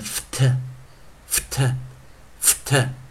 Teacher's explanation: 注意最后一个音是 F，所以我们的 D E D 啊要念清辅音 T TT，所以我们这是 F ED，我们念 F T F T FT。Dwarfed,dwarfed，注意老师再念一下，dwarfed, dwarfed,dwarfed，是不是？在念的时候要非常小心，而且记得这个 ar，因为前方啊